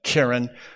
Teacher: And it's called a segalit noun. Segalit nouns have the stress on the first syllable, so you would pronounce it keren.